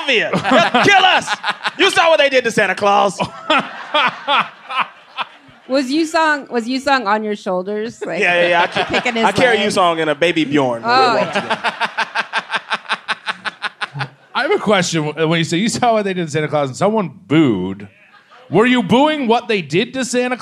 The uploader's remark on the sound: Recorded live at Punch Line Philly on Sept 5th, 2019.